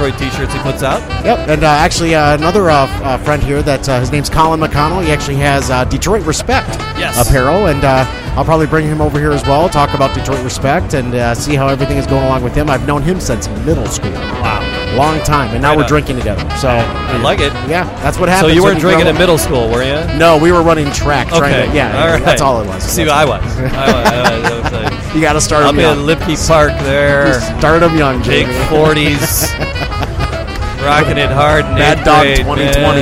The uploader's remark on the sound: Broadcast live from Whiskey Business at the Royal Oak Farmer&#8217;s Market. Broadcast live from Whiskey Business at the Royal Oak Farmer’s Market. We talk to several distillers, vendors, and whiskey lovers at the event.